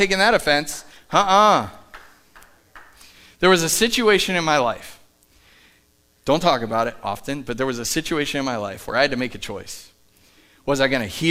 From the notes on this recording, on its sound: Live from The Summit Church in Dover, OH